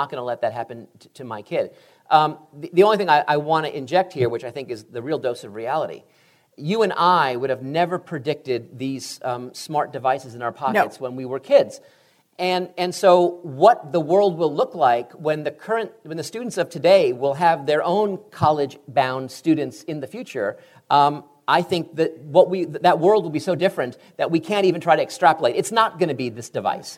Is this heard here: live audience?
yes